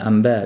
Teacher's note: Arablar ham b ni yonida nun keladigan bo'lsa, bu so'zlashuvda hech ham nunni talaffuz qilishmaydi. Masalan, xabarlar degan ma'nosidagi anba so'zini hech ham anba deb ishlatishmaydi, anba deb ishlatishadi. · Term: iqlob